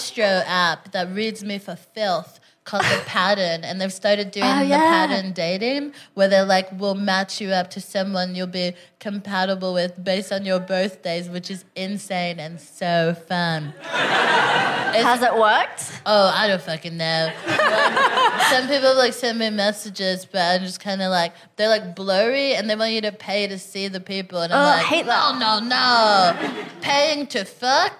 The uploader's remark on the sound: Recorded 16 September 2022 at 21Soho in London.